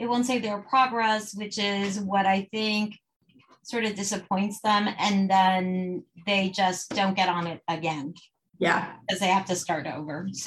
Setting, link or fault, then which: link, video call